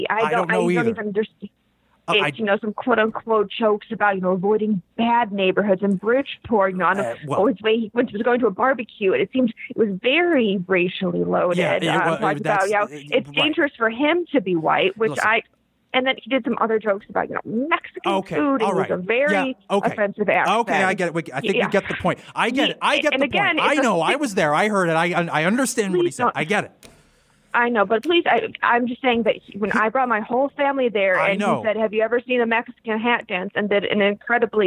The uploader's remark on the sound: As listeners call in to voice their displeasure